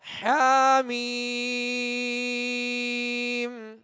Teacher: حا کو وسط حلق سے ادا کریں گے، درمیانے حلق سے، اور میم پر مد لازم ہے.